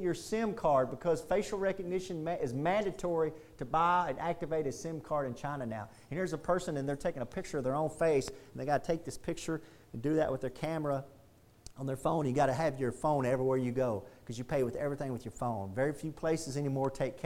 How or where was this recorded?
large echoing room